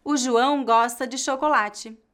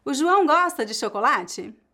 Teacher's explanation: Você notou que a entonação da pergunta sobe um pouco no final? · Shown in: second take